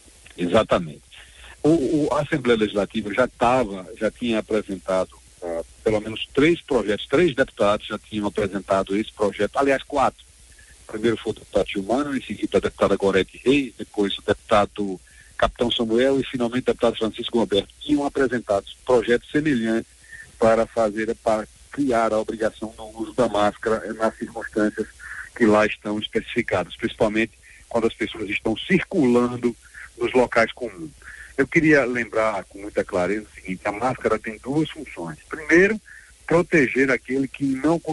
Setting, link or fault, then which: link, phone line